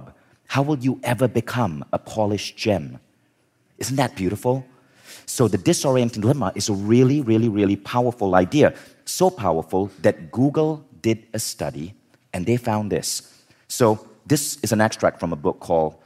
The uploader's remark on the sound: In this talk from Mindvalley Live Los Angeles